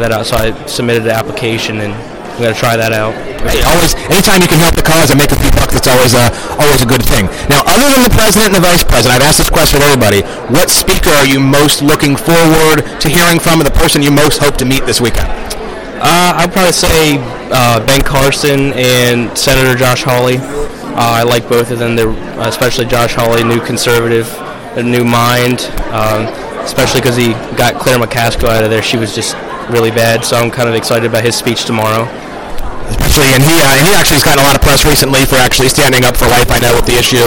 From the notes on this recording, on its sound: A special edition of Red Maryland Radio taped live at the first day of the 2019 Conservative Political Action Conference.